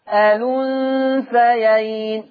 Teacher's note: هنقل الضمة بتاعة الهمزة ووديها على اللام فتبقى الأنثيين. · Term: النقل